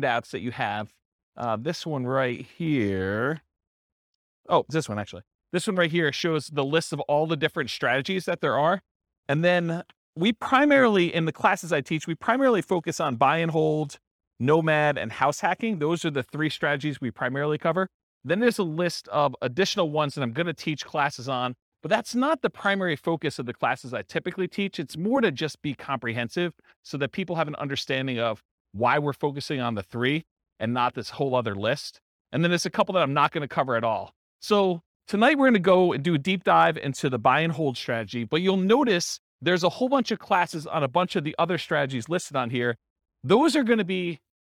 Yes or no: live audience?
yes